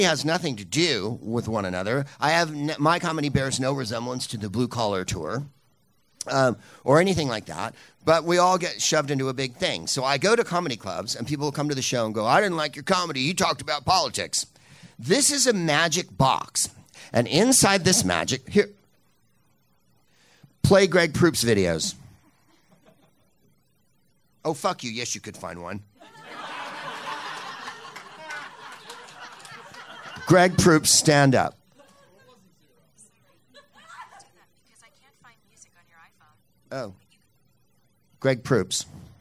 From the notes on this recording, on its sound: Live from Flappers Comedy Club in Burbank